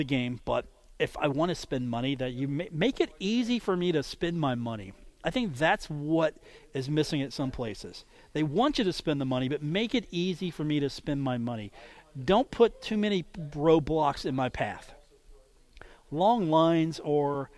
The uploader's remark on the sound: today from The Union Pub and Grill in Huntington